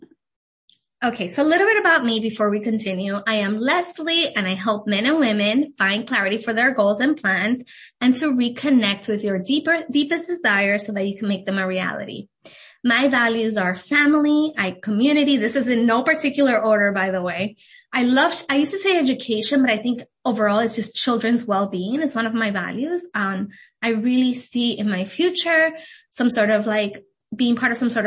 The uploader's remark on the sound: This was a video event and I didn’t start recording until 10 minutes in - in this podcast you will miss my intro.